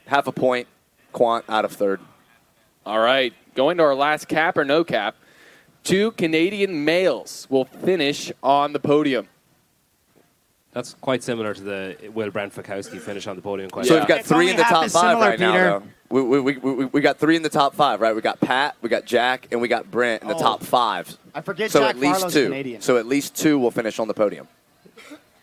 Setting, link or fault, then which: setting, busy venue